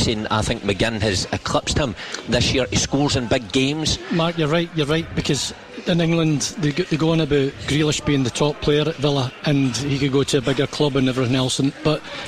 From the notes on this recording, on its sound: live from Scotland HQ at Drygate Brewery